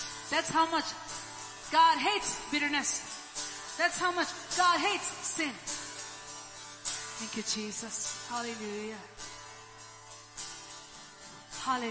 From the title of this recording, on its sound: ELBIM Church Sunday LIVE Stream Audio